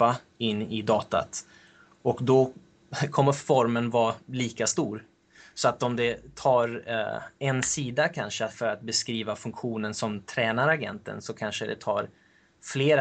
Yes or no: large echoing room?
no